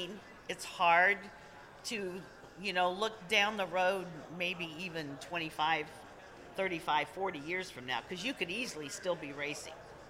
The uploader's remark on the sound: PRI 2023 Podcast Stage Interview. Was one of the Motorsports Podcasters who did a live interview at PRI in Indianapolis last week.